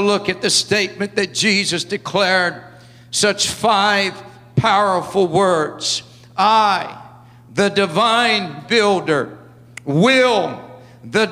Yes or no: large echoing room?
yes